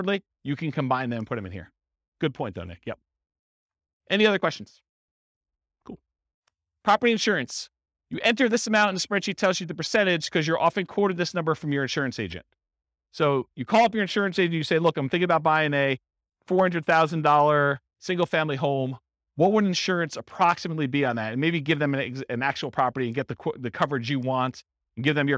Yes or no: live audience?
yes